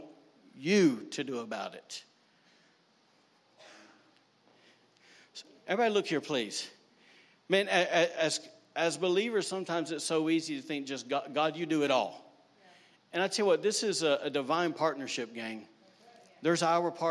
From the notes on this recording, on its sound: recorded on Sunday, August 18, 2019, during service at The Anchor Church in Rockport, Maine.